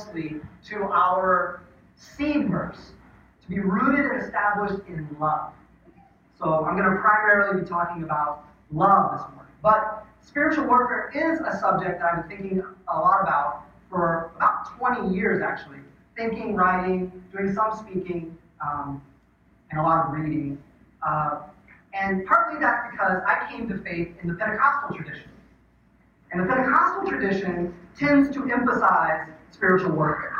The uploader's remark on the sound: The audio for this sermon is not up to our typical standards